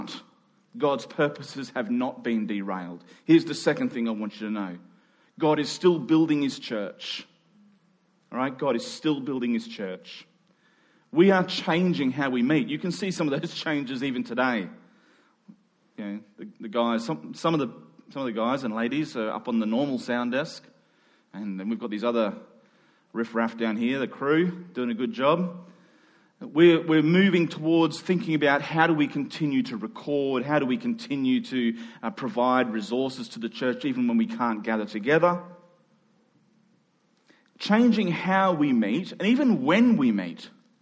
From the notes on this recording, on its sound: Following the national health advice, we met in two small gatherings; this recording was made in our second service during the afternoon.